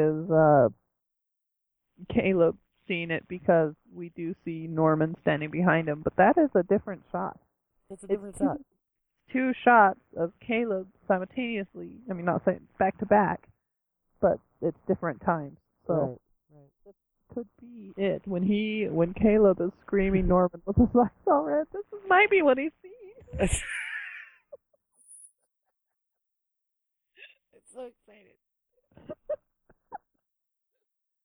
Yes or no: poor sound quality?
yes